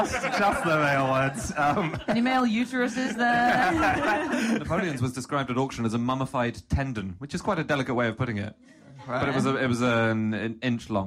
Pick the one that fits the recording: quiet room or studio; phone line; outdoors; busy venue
busy venue